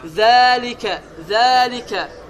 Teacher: Əlifi bildirir və iki hərəkə uzadılır. · Term: gizdin əlifdir